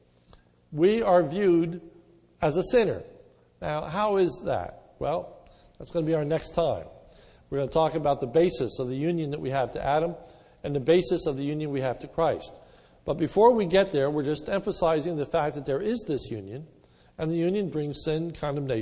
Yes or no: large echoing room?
yes